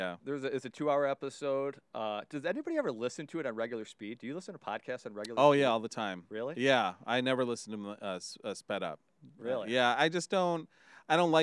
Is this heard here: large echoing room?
no